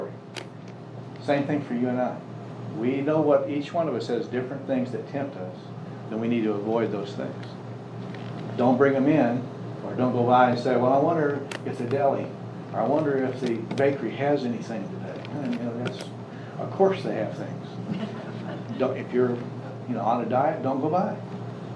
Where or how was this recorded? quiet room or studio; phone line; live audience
live audience